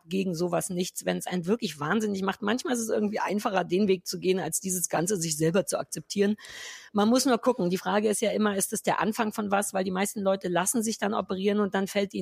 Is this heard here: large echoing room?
no